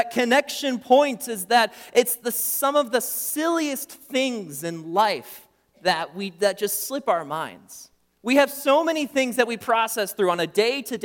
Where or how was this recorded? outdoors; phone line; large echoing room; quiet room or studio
large echoing room